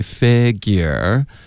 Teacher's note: figure 舌根别太高是 fe 不是 fi